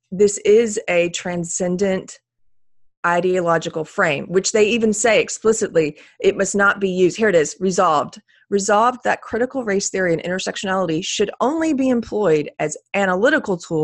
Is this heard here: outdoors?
no